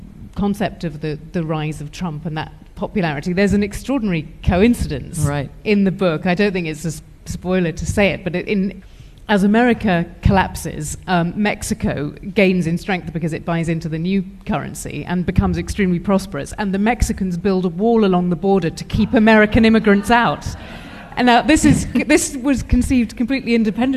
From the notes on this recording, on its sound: at a Guardian live event recorded in London